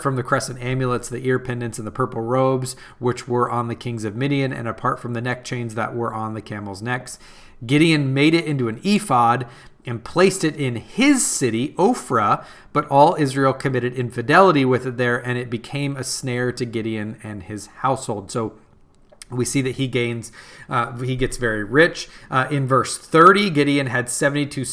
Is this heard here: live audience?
no